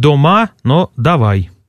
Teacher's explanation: То есть О и А в безударных слогах не совпадают.